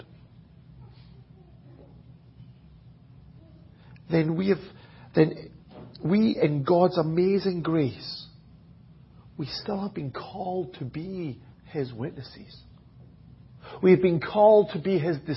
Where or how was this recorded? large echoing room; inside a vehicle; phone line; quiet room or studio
large echoing room